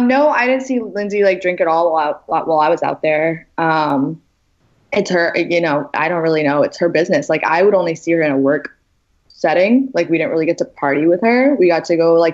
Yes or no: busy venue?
no